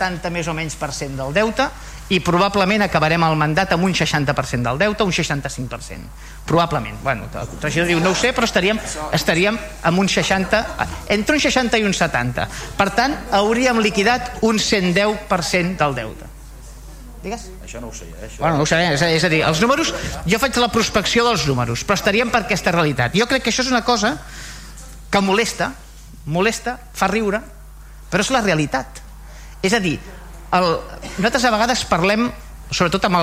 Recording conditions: large echoing room